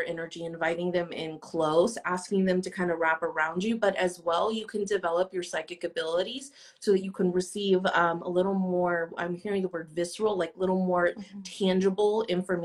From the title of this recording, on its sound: Instagram Live